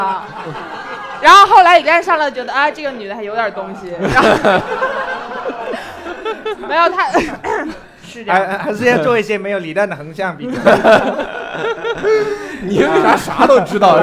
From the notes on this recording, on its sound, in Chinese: 我们给现场观众的快乐是没有亏待的